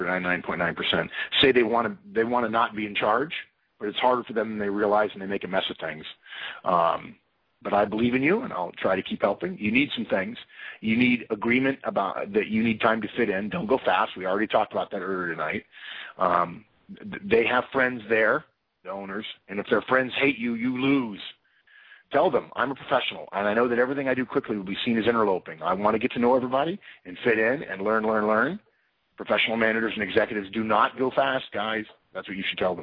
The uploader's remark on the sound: April 2012 Conference Call